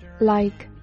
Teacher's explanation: 双元音 i，它呢是由 a 滑到 e，所以这个滑动过程特别明显